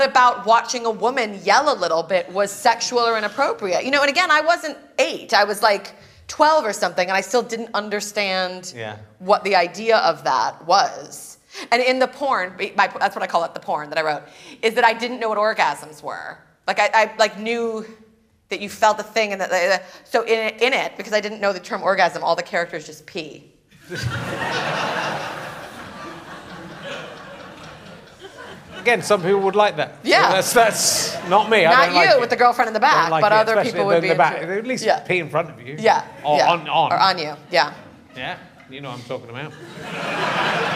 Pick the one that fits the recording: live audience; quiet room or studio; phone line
live audience